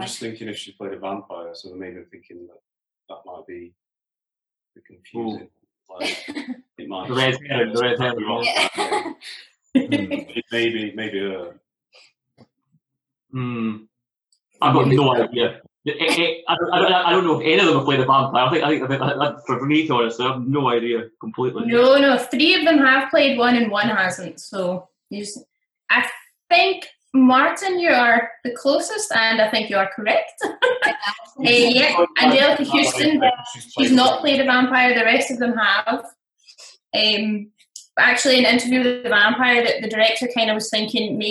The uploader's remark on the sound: The Zoom season continues.